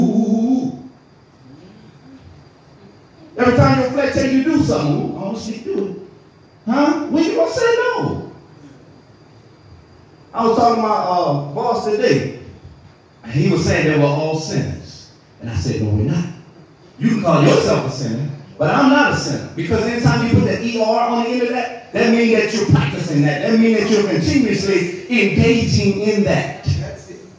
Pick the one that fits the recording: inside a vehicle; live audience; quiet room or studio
live audience